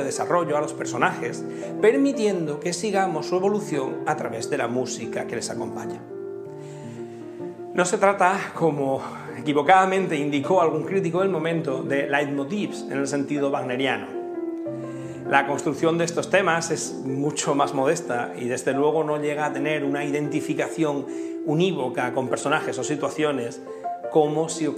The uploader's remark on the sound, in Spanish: Hoy, dentro del Ciclo de Conferencias que el Teatro de la Zarzuela programa en colaboración con la Asociación Amigos de la Ópera de Madrid. La conferencia fue grabada en el Teatro de la Zarzuela en marzo de 2021.